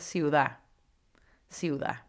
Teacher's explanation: Met een accent op de A